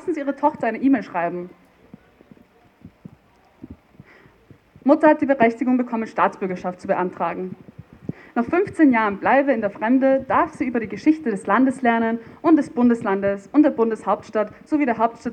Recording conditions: live audience